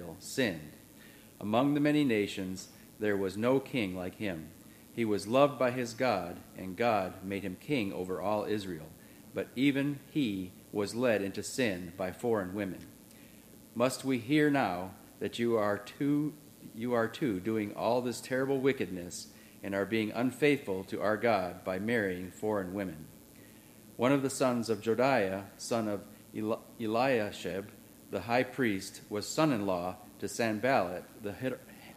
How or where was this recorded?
large echoing room